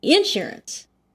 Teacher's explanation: But you say insurance. You put the emphasis on the in.